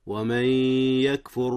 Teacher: أدغمت النون، نون من في ياء يكفر، إدغام بغنة. والإدغام بغنة الخمسون أو 50% للمدغم وخمسون بالمئة للمدغم فيه.